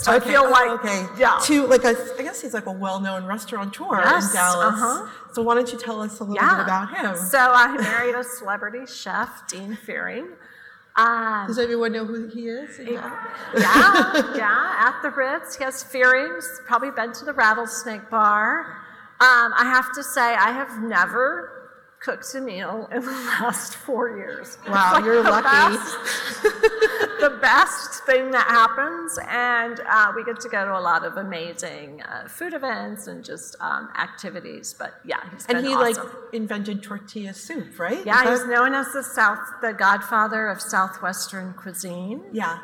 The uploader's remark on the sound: This episode was recorded at the Women in Retail: On the Road Dallas event in July.